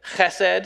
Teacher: pronounce it the Hebrew way with the fricative at the beginning, chesed. If you have trouble with that, you just have to take the back of your tongue and push it up towards the top of your mouth.